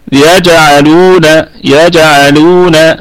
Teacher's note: الكلمة كلها مرققة، والجيم مقلقلة، قلقلة صغرى لأنها متوسطة في الكلمة